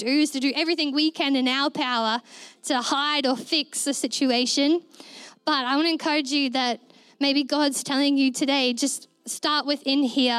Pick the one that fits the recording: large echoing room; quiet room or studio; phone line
large echoing room